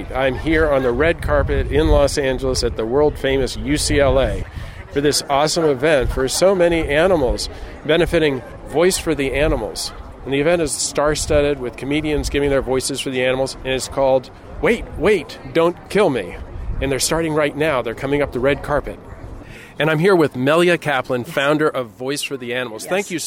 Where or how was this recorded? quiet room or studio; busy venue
busy venue